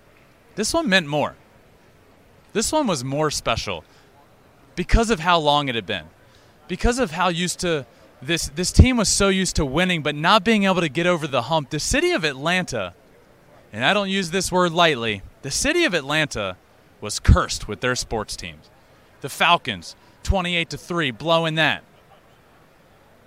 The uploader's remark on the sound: LIVE from Minute Maid Park after Game 6.